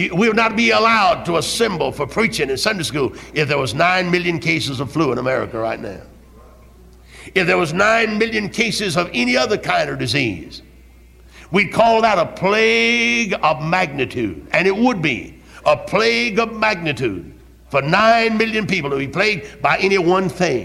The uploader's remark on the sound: Originally preached at Tabernacle Baptist Church in Greenville, SC on November 21, 1971.